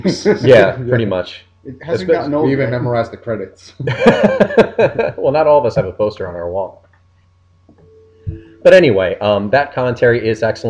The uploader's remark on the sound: Please note that, due to a technical issue with the recording equipment, the audio quality is lower than the website's average output.